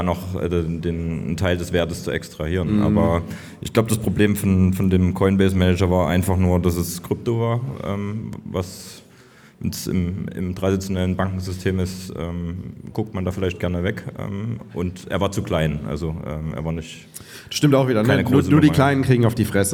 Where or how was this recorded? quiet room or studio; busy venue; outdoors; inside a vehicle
busy venue